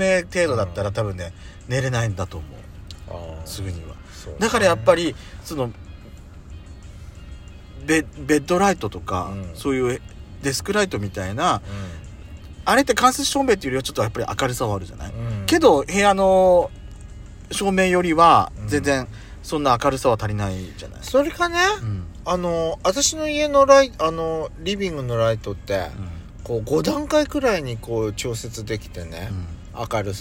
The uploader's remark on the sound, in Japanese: パーキング収録。